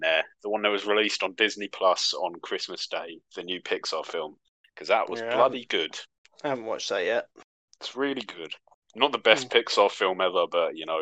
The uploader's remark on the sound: Apologies for the quality of our recording bot.